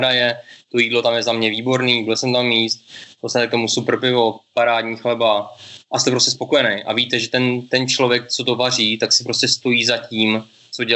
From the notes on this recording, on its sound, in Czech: přes Skype (tímto se rovnou omlouváme za občas horší kvalitu přenosu)